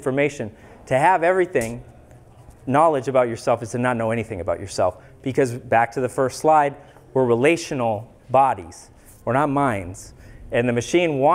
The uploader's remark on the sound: Public Lecture in Mankato, MN. This episode is a recording of a free public lecture.